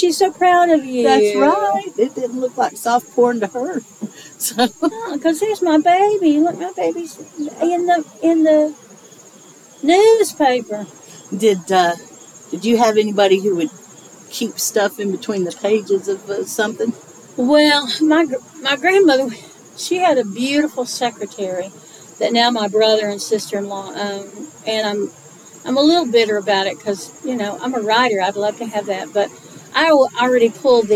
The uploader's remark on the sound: Recorded this episode on the porch on the day of the fall equinox, & you can hear the satisfaction in their voices now that the summer heat is mostly gone.